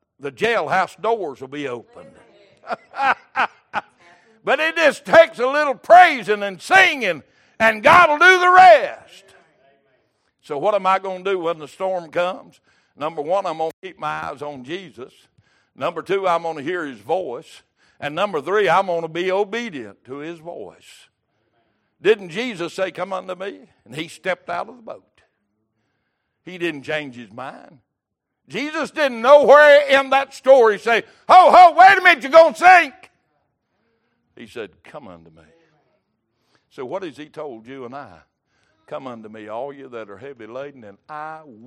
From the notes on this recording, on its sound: Wednesday Evening Service